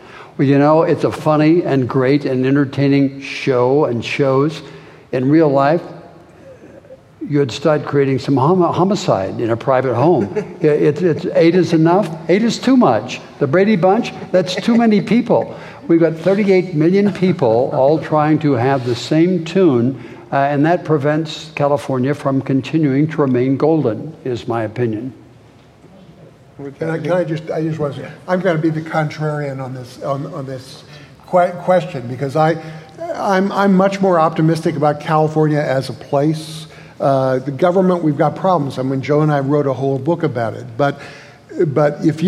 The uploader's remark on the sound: in a conversation at the Fresno Art Museum